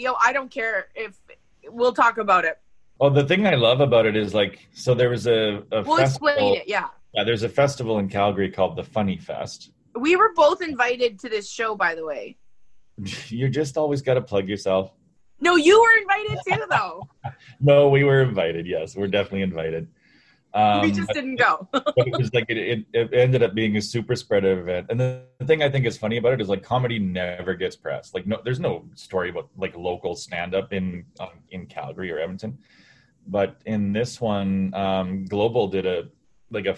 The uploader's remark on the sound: Thing have been a little bumpy over here in Alberta but we are BACK thanks to Zoom!